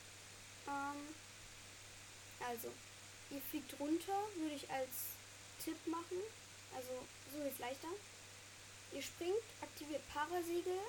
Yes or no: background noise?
yes